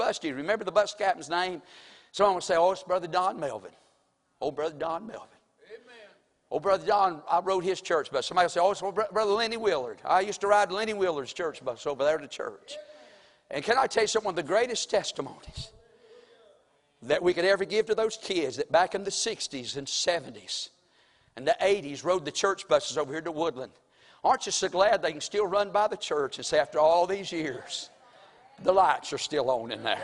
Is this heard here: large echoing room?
yes